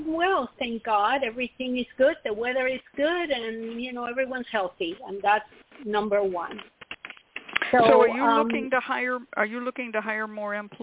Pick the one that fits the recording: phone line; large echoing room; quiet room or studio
phone line